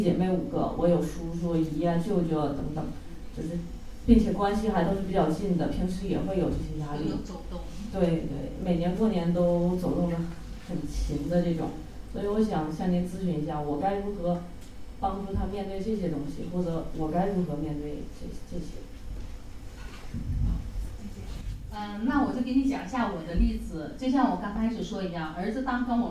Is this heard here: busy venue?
yes